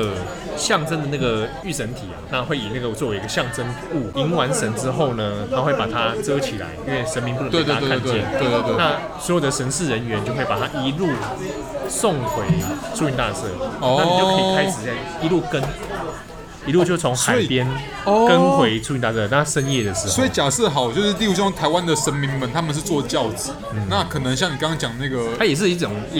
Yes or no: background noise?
yes